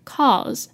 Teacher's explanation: 这个 cause 呢除了要拉长音之外 se 注意要念接近 z 的音